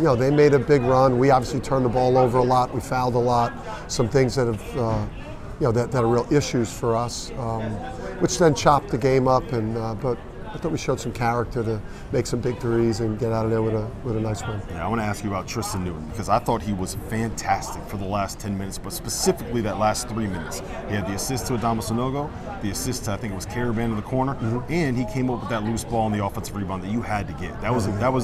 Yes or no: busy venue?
yes